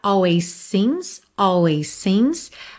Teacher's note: Always termina em S, seems começa em S. Você pode juntar num S só